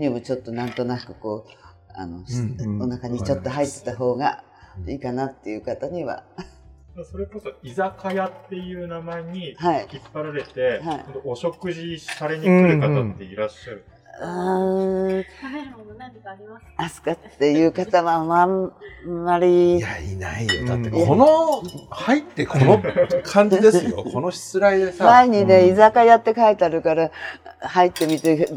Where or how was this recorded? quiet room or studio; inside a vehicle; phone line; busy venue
busy venue